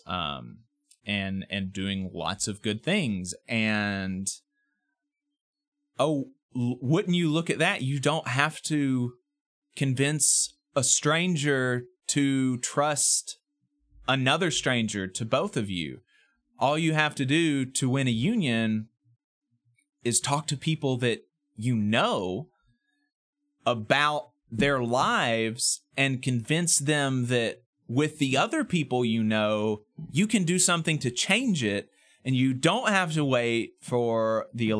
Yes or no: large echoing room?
no